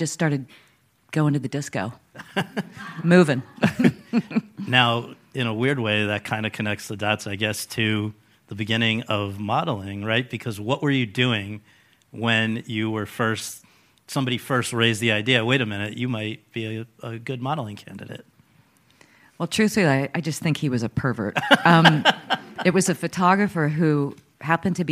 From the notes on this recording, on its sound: In front of an audience at the Karlovy Vary International Film Festival